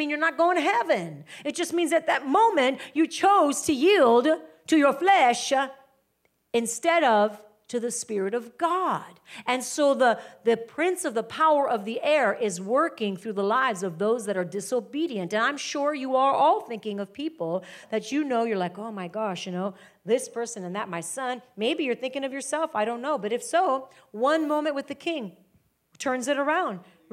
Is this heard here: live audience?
yes